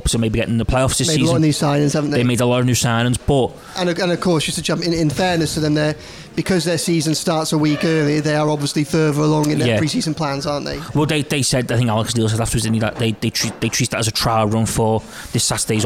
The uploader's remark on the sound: take a break from the Liverpool ECHO office and head to Lovelocks Coffee Shop